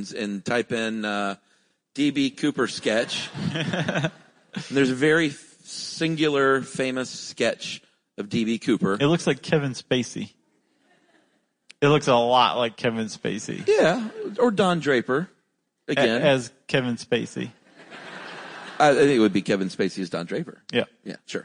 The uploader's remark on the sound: live from Seattle